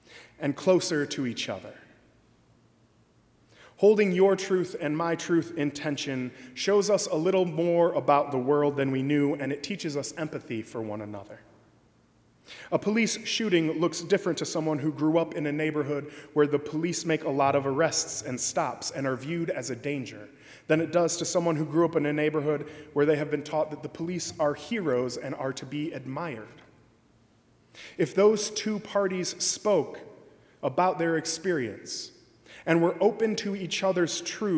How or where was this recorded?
large echoing room